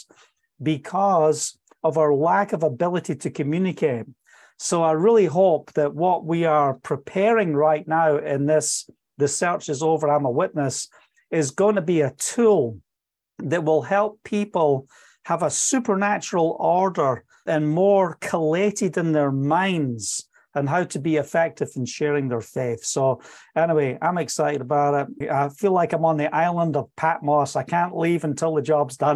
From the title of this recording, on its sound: From the Live Weekly Zoom Call